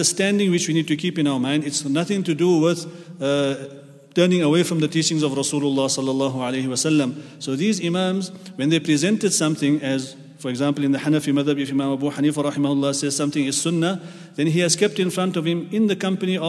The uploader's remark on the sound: at the Houghton Masjid (West Street)